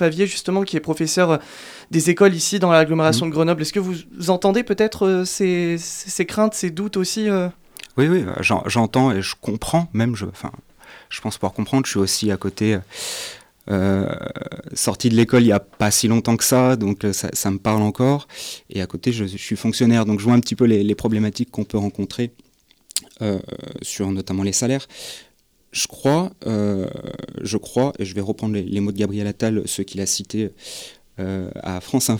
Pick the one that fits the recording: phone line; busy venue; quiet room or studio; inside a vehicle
quiet room or studio